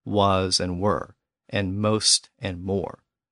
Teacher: There was an earlier Z sound which eventually shifted to an R sound, and this sound was right in the middle of that change during the early Germanic period.